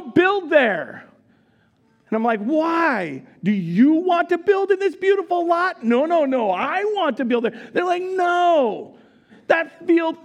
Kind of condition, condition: setting, large echoing room